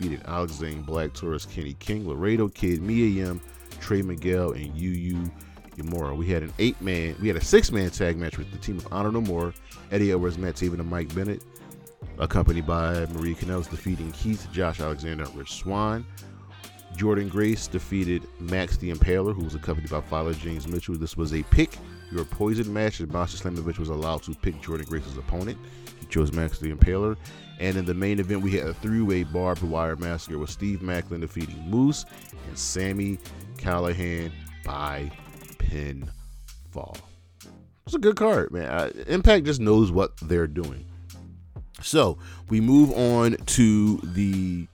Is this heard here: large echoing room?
no